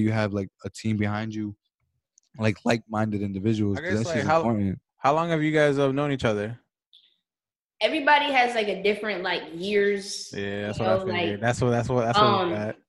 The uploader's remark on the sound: The S2M Podcast Zoom edition